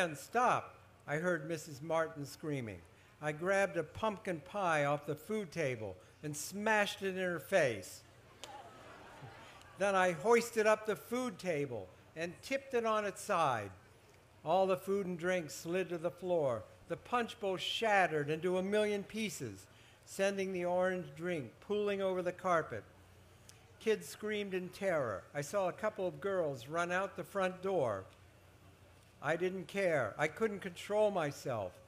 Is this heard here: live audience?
yes